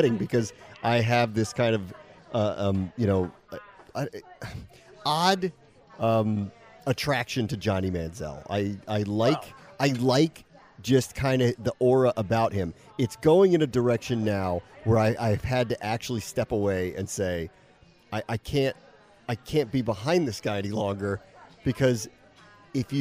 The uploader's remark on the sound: Together again, at the bar. Record live (and together again!) from a bar.